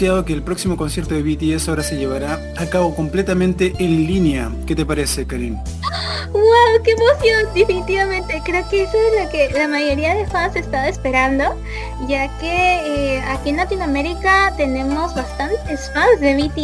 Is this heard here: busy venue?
no